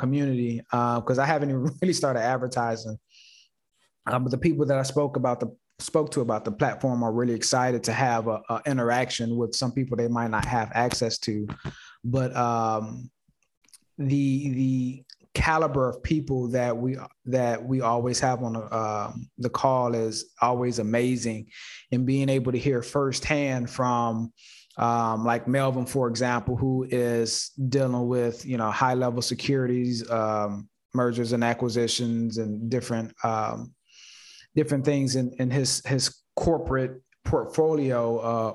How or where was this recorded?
video call